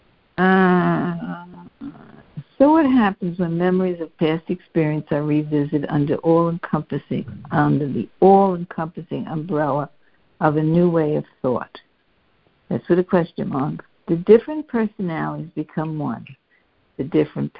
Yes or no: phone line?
yes